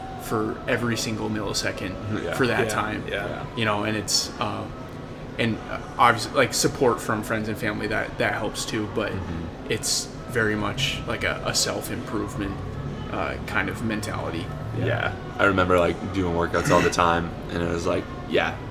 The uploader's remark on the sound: Recording live at See Dick Run